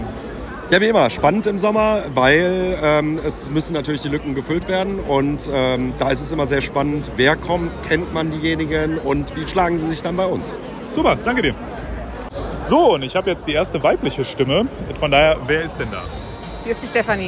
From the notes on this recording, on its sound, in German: war auf der Saisonabschlussfeier im Dome mit dem Aufnahmegerät unterwegs und hat ein paar Stimmen eingefangen.